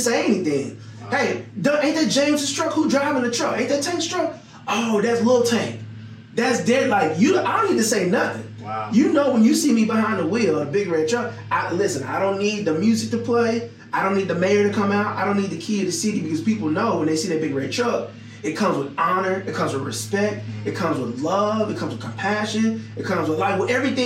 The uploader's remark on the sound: I apologize for the subpar audio but I am glad I was able to grab this conversation from the first video recording because it was a really good one.